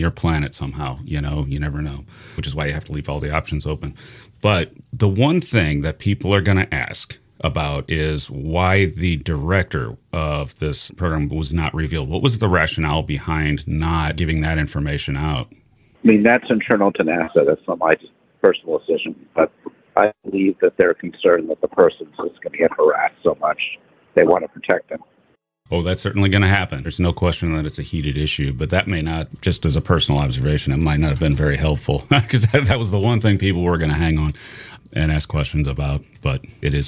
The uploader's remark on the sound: Audio not great but it's a cell phone on a train, after the NASA press conference to present the NASA UAP report.